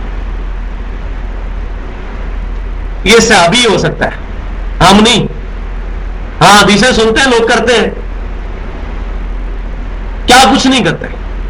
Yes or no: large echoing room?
yes